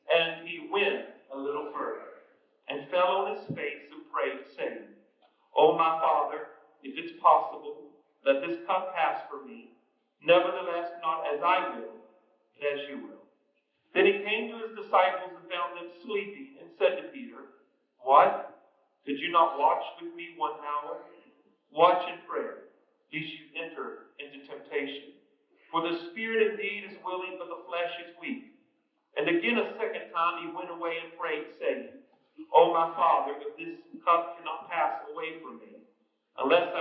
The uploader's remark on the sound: Please note that there are some audio issues at the beginning of the track due to equipment malfunctions. We have edited the audio to make it clearer but it does not match with later audio.